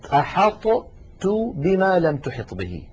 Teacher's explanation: أحط هذه طاء ساكنة، تو هذه تاء متحركة، والطاء والتاء من المخرج نفسه · Term: حرفان متجانسان